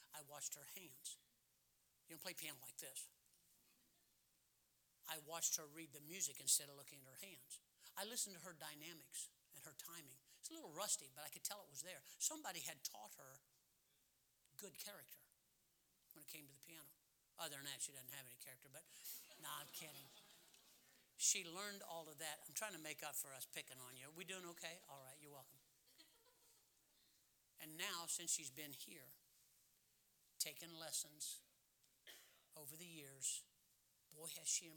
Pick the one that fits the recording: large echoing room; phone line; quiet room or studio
large echoing room